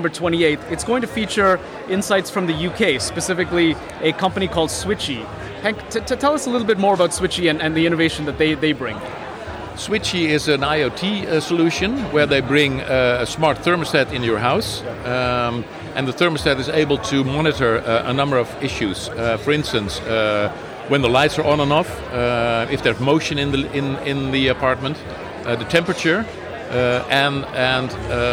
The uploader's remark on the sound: joins us live onsite at the 2023 ONPHA Conference in Toronto